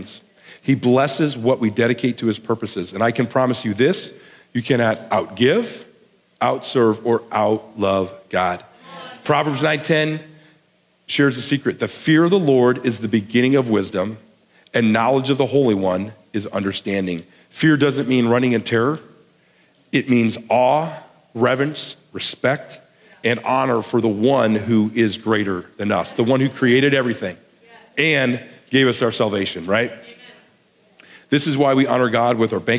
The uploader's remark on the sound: a sermon he delivered at The Garden Church in Bakersfield, CA